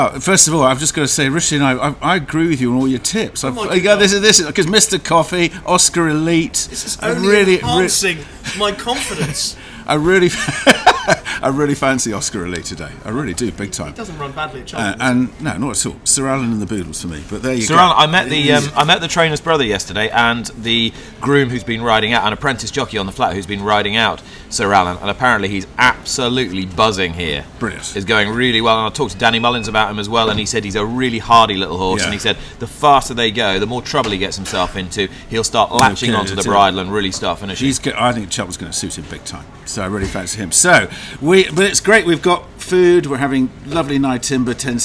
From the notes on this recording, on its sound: brought you from the Fitzdares Club on the racecourse